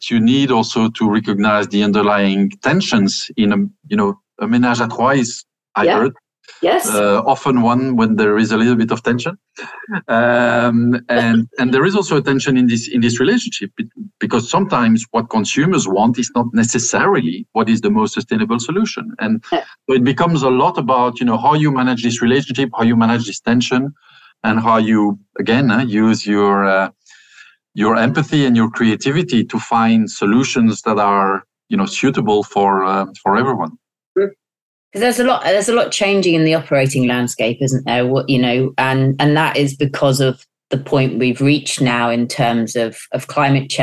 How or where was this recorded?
video call